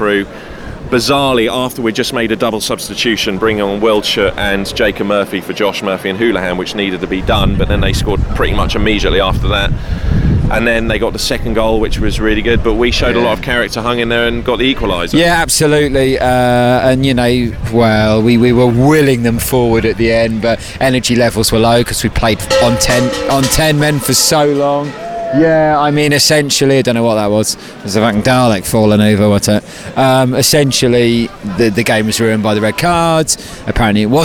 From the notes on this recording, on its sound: Live from the Blackburn game.